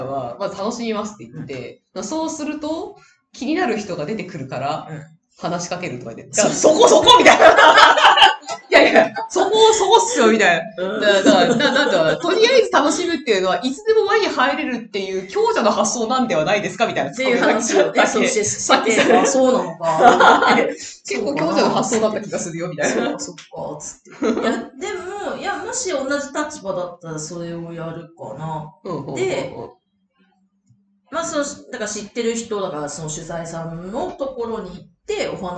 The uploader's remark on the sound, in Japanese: 今月音質が非常に悪いです！すみません！